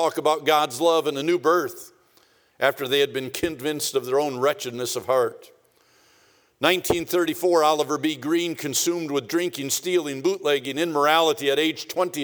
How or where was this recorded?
large echoing room